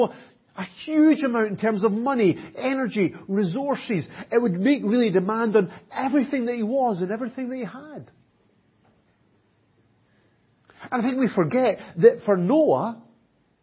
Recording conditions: large echoing room